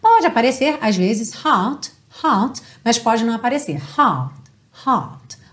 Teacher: eu tô fazendo um T final, mas ele é tão sutil que ele não chega a aparecer